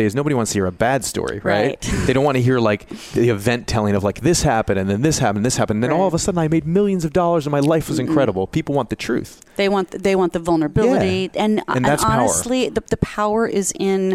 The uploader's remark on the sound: Live at the CWC 2017. Join VoiceAmerica and Special guest Hosts as we Broadcast day 2 Live form the Largest Women's conference in the USA! We will be live for 2 days bringing you all the event action, keynote speakers and VoiceAmerica hosts.